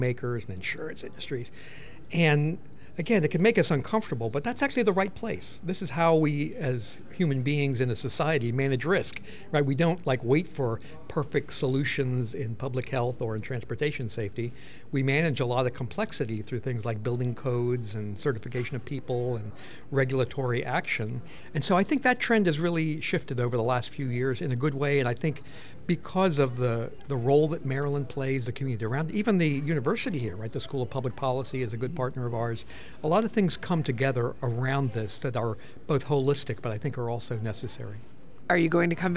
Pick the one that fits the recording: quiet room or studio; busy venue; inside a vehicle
busy venue